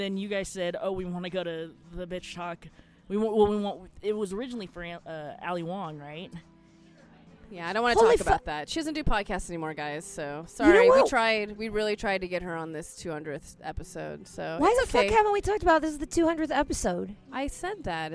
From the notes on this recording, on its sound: RENO. Recorded some late night gems deep in the casino right as the sun was coming up.